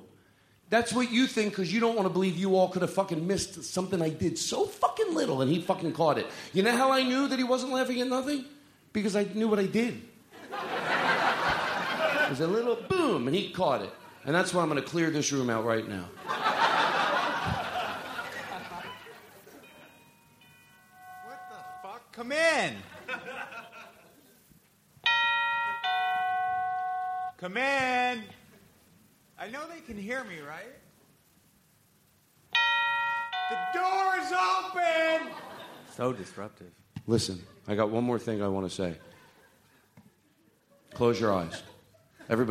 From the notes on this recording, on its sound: Live from the LA Podcast Festival 2016. Live at the LA Podcast Festival with a few special drop-ins!